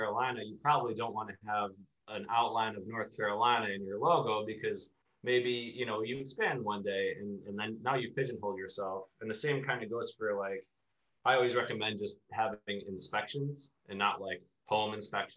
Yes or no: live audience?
no